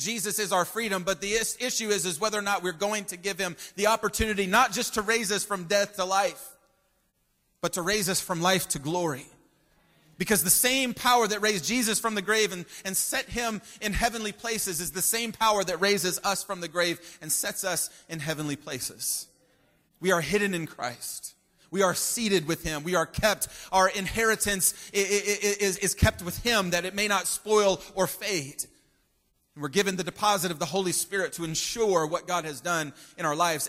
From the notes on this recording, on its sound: Preached at Christian Pentecostal Church in Staten Island. Preached at Christian Pentecostal Church in Staten Island.